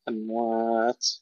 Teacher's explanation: أموات عندما نقف عليها ننتبه إلى همس التاء بدون قلقلة